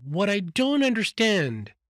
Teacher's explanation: The cleft part has a very, very high level intonation.